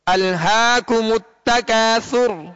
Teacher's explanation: مگر سا کو نرمی کے ساتھ پڑھیں گے، سر نہیں پڑھیں گے